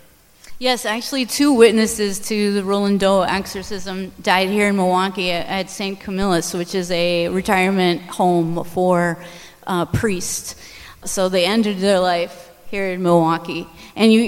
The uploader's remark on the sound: Live from the Milwaukee Paranormal Conference. Recorded live at the Irish Cultural and Heritage Center in downtown Milwaukee.